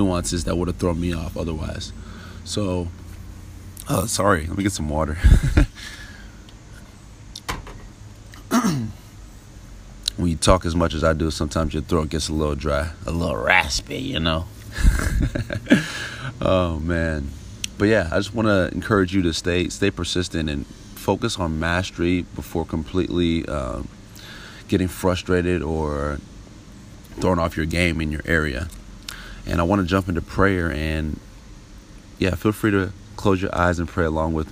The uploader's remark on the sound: live from my back patio!